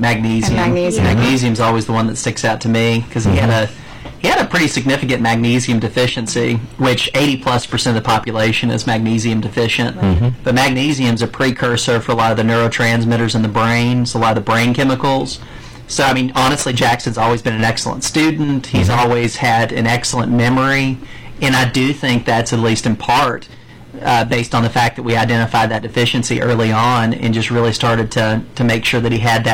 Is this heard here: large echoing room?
no